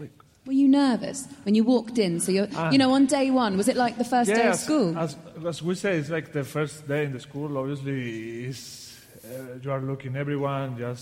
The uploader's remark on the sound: The live show in Liverpool. Live on Merseyside in front of an audience.